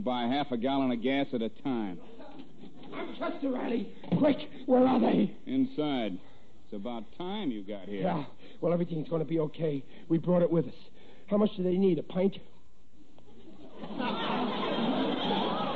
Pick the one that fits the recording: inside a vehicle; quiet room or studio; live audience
live audience